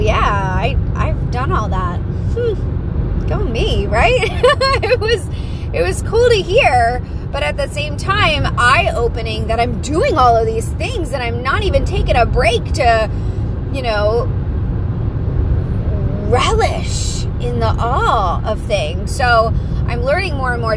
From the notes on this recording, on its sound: Pep talk in the car.